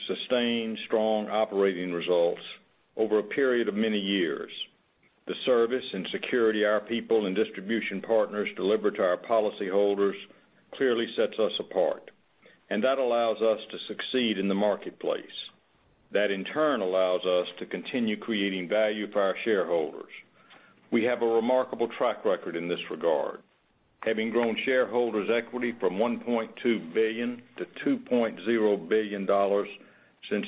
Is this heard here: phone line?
yes